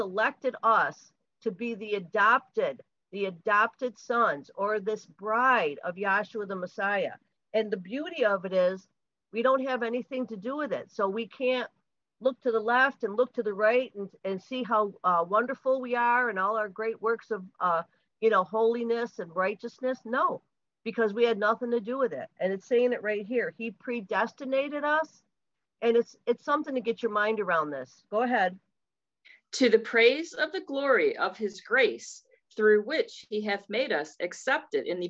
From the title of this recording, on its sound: Syracuse Zoom Class